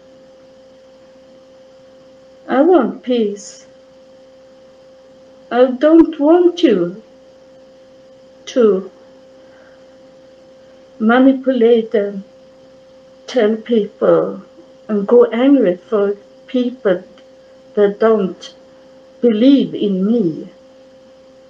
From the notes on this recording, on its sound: It was my first recording. The recording is a little blur because I didn't know how to get the best sound.